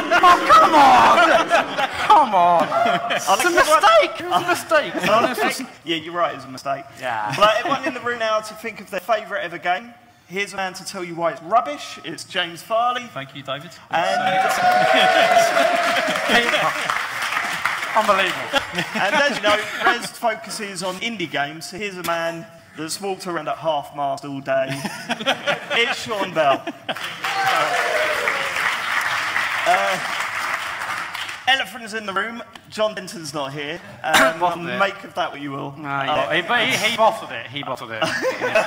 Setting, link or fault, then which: setting, live audience